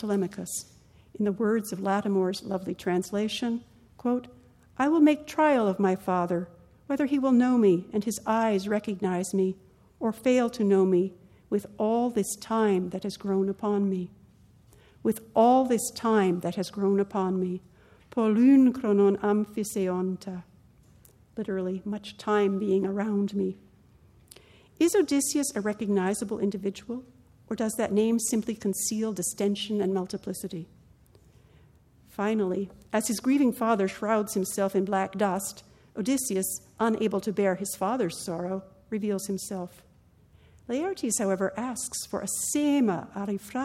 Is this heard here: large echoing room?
yes